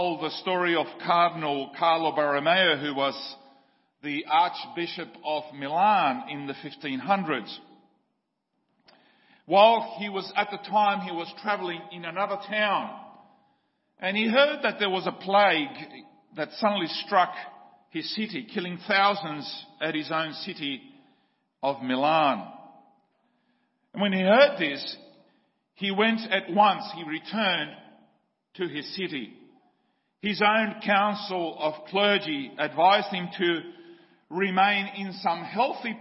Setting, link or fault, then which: setting, large echoing room